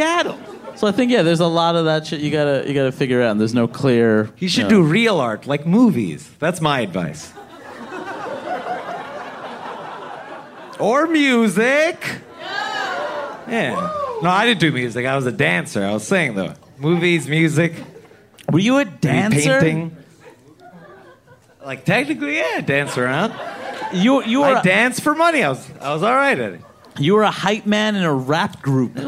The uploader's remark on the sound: Recorded live in front of a paying audience. At Littlefield in Brooklyn, NY.